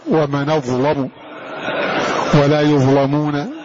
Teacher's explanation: هذه اللام مفتوحة وقبلها الضاء ساكنة فتفخم